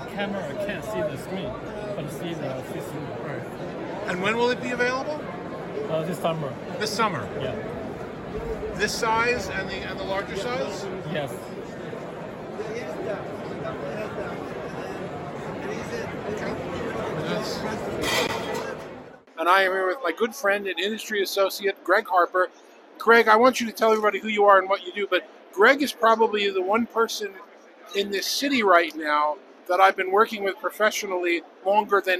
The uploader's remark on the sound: Live From CES 2024